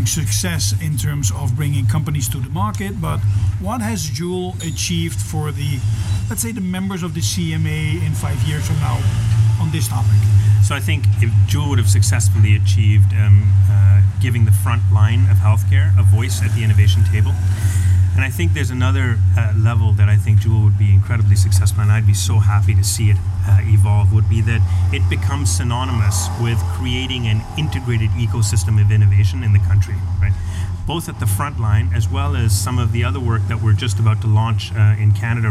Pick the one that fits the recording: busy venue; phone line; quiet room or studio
busy venue